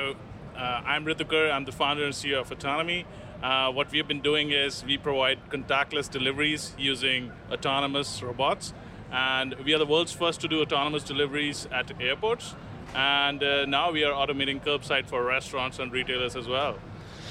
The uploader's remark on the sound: LIVE FROM CES IN LAS VEGAS. The buzz on the floor at CES.